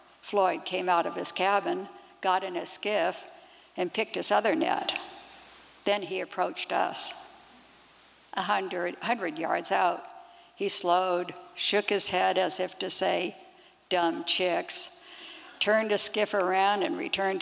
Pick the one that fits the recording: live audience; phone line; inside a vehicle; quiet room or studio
live audience